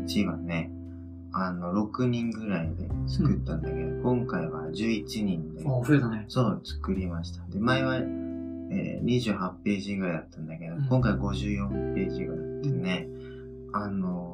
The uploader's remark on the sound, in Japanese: 慣れない環境で録音したので、膨れたような音質で聞きづらくすみません